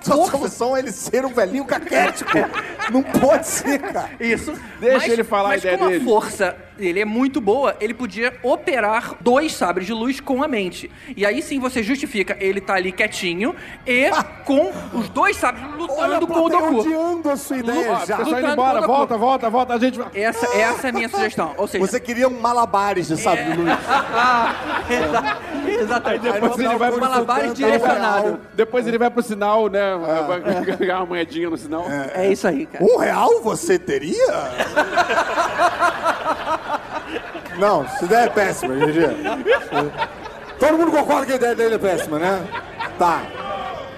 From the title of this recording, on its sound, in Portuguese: Ao Vivo na Jedicon 2017